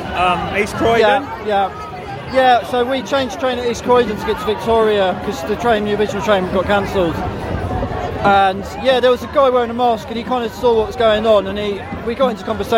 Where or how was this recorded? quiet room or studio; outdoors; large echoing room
outdoors